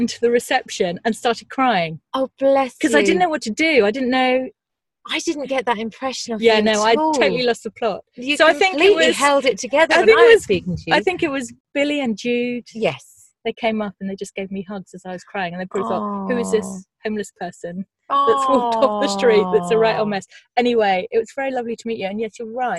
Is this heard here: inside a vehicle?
yes